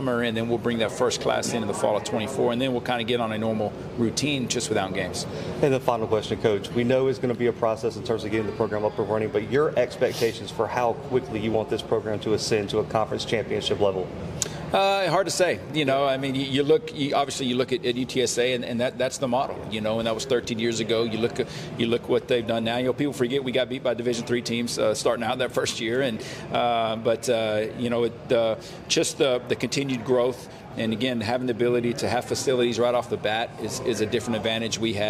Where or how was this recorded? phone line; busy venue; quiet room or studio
busy venue